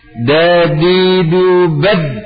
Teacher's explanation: makhrajnya huruf dal, ujung lidah dengan pangkal gigi seri atas